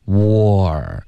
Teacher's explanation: 注意你的嘴唇会慢慢的分开导致一个滑动